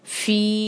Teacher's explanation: फी में जो है फिर से फा को सांस की आवाज के साथ मिलाते हुए, और उसके ऊपर जो है मद, मद मुनफसिल है, इसको हम चार हरका खींचेंगे